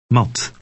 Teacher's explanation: T in Dutch is less explosive than in English.